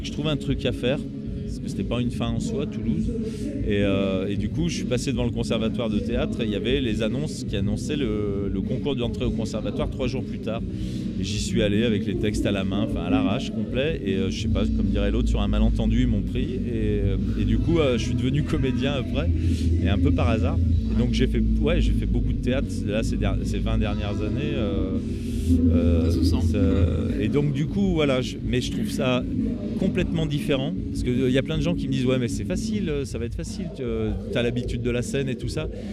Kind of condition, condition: setting, busy venue